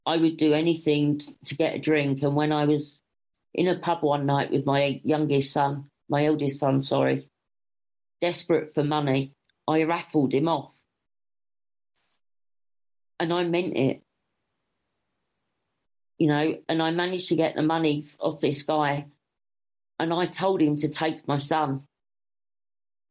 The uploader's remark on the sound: at the magical mystery tour zoom meeting